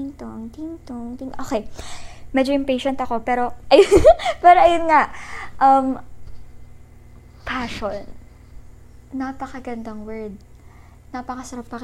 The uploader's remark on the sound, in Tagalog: sorry sa background noises hehe pero sana naging clear pa rin:)